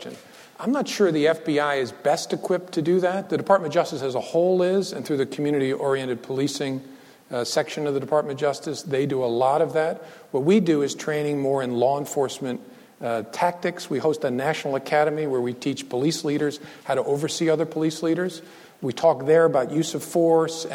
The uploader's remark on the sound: Recorded on October 23, 2015, at the University of Chicago Law School.